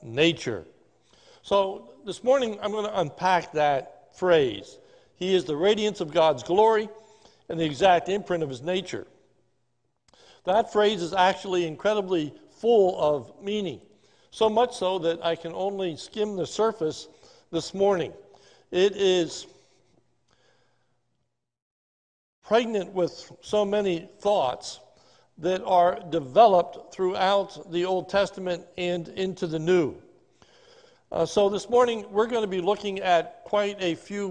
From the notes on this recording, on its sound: This sermon was recorded at the Lebanon Bible Fellowship Church in Lebanon, PA on 12/06/2020 during the morning service